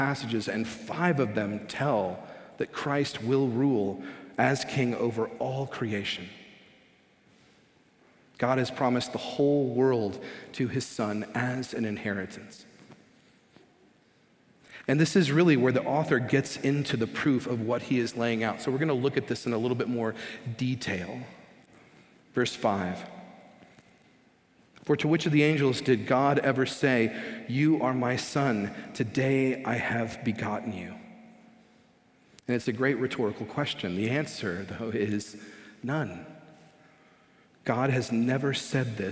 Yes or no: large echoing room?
yes